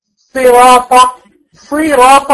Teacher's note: يبقى انا عندي استعلاء بينتج عنه تفخيم